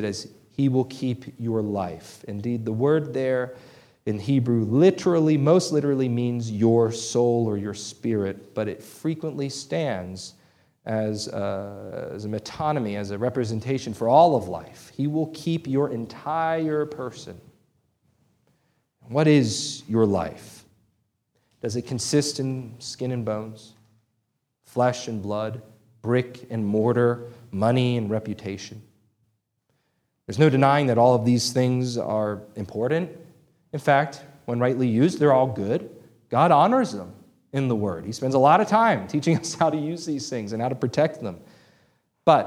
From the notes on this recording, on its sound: This sermon was preached on June 25, 2023 at Antioch Presbyterian Church, a mission work of Calvary Presbytery of the Presbyterian Church in America located in Woodruff, South Carolina.